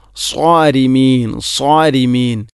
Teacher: സ്വാരിമീൻ എന്നതിലെ സ്വാദ് അവിടെ സ്വാരിമീൻ എന്നാണ് പറയുക, സ്വാരിമീൻ ഉണ്ടോ, മലയാളത്തിലെ സോ എന്ന ശബ്ദം. സ്വാദ് ഉച്ചരിക്കുമ്പോൾ നാവിൻ്റെ മധ്യഭാഗം അണ്ണാക്കിലോട്ട് ഉയർന്നു വരണം, അതാണതിൻ്റെ പ്രധാനപ്പെട്ട സ്വിഫത്ത്. അതില്ലെങ്കിൽ പിന്നെ സീനാകും.